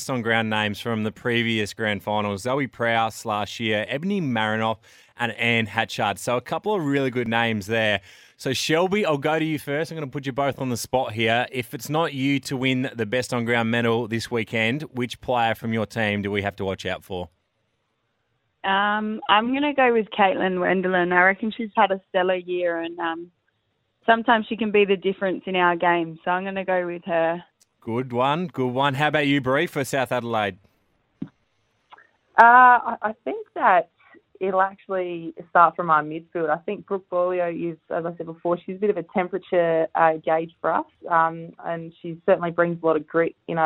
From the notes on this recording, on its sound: phoned to chat